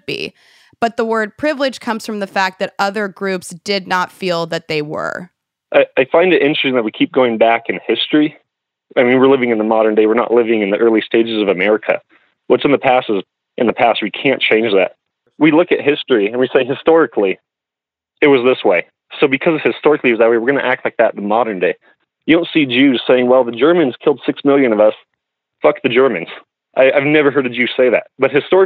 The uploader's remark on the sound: In this episode the two of them speak on the phone together for the first time.